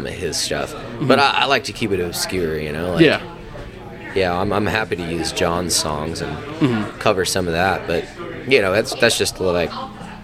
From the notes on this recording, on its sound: Recorded from Old Saloon in Emigrant Montana. As we were recording we had some visitors come talk with us. As always this is unedited and uncut. There is some swearing and bar noise in the background.